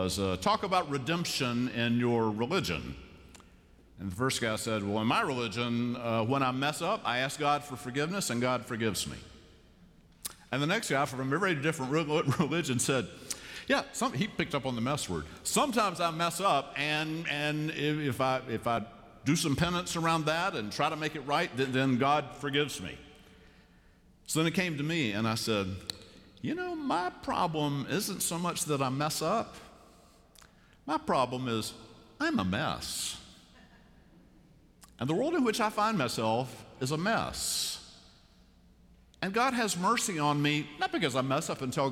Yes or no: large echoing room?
yes